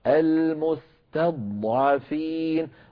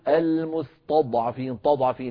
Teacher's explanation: تضعفين، نرقق التاء ونفخم الضاد، المستضعفين المستضعفين، ولا نقول المستضعفين، تضعفين، لا نفخم التاء وإلا قد تتحول إلى طاء · Shown in: first take